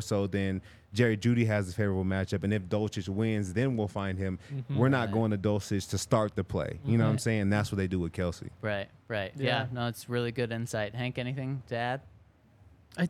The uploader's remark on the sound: coming to you LIVE from the DNVR Bar